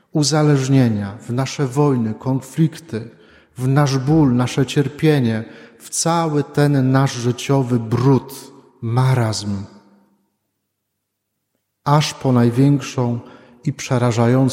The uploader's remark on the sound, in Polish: Wigilia Paschalna. Nagrania homilii i kazań wygłoszonych w parafii WNMP w Opolu Gosławicach.